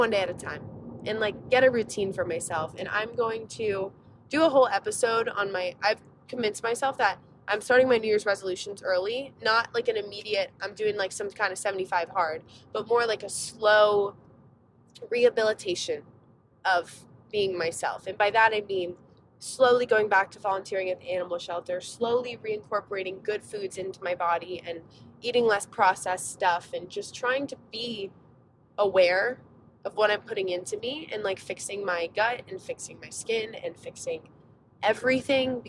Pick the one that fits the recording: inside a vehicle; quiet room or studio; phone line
inside a vehicle